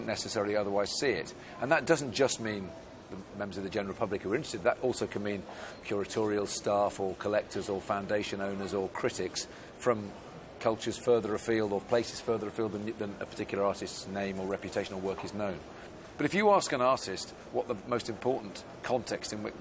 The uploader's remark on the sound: We’re out on location at the Hong Kong Convention and Exhibition Centre, and dedicating the whole show to the first Art Basel Hong Kong.